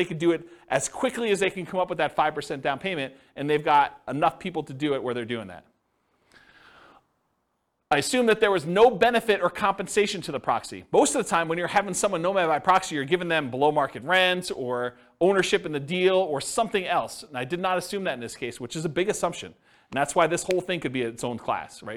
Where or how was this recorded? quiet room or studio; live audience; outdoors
live audience